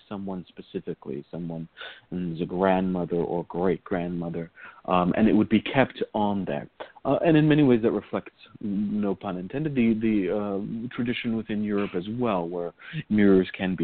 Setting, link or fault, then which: link, phone line